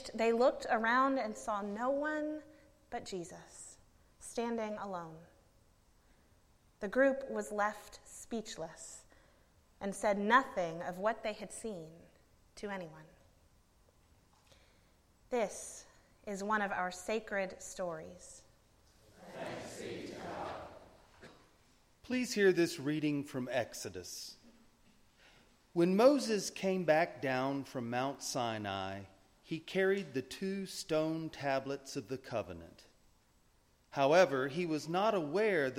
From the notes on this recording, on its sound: A Transfiguration Sunday sermon. Preached at Northminster Church on March 3, 2019.